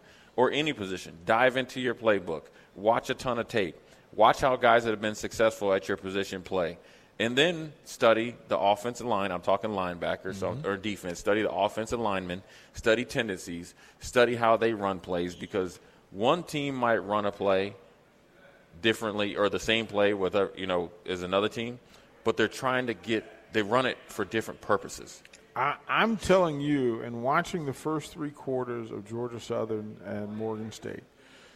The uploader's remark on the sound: LIVE from Mary Ellen's